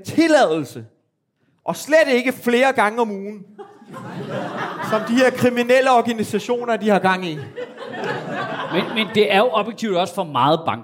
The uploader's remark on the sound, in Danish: Afsnittet er optaget live på Comedy Zoo